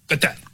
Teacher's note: it's a guttural Q, G-H sound deep in your throat